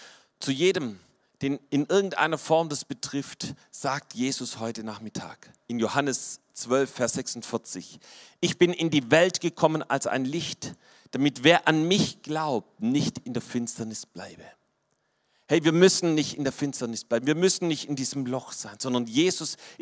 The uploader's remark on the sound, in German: vom Weihnachtsgottesdienst am 24.